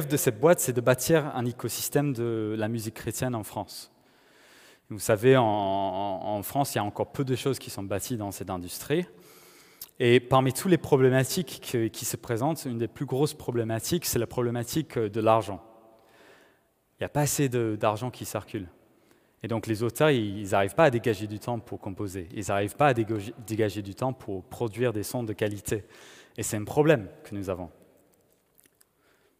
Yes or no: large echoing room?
yes